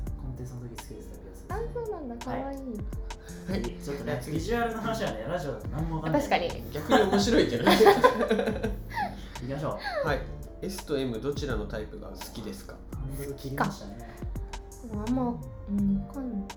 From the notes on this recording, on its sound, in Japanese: 今回カラオケで録音したので歌声が漏れてきた隣の部屋の歌声が聞こえますが、気にしないでくださいね。